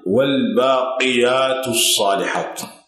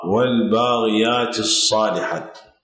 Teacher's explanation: كثير من الناس يبدل القاف غينا والعكس الغين قافا